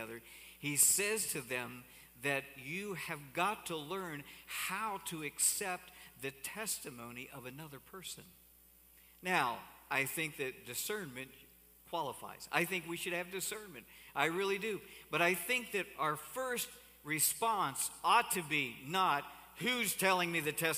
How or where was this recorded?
large echoing room